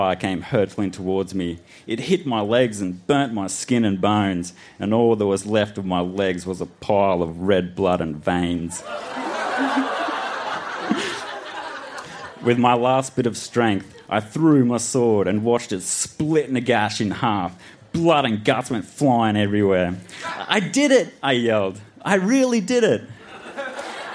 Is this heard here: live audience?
yes